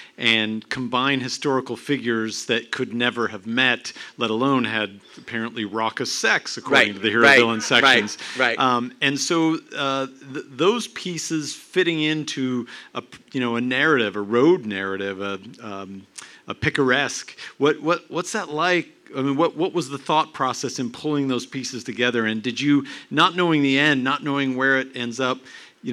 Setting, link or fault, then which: setting, live audience